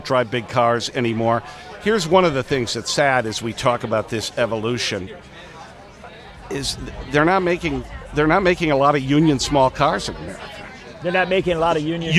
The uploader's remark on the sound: Live from LaborFest 2023